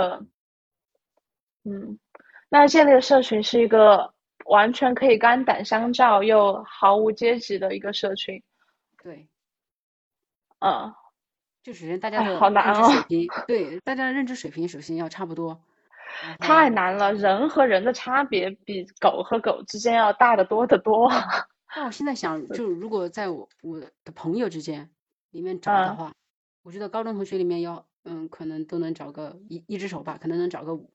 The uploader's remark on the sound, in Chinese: 第一次用喜马拉雅在线录制功能，效果不是很好，勉强能听